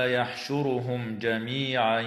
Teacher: وتظهر الميم الساكنة عند الجيم في قوله تعالى يحشرهم جميعا